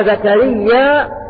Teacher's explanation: ومن قرأ زكريا فهو مد طبيعي يمد بمقدار حركتين